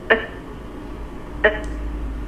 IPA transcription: ɪ